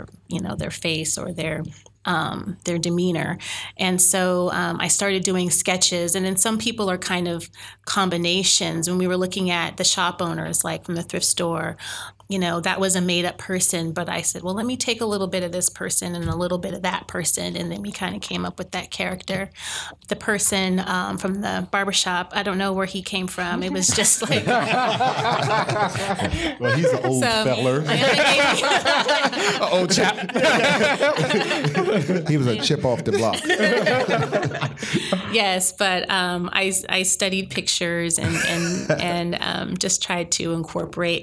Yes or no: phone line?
no